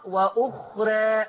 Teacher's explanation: لما يجيلك حرف الراء بعدها ألف في آخر الكلام، الألف دي تقلل قولا واحدا · Term: تقليل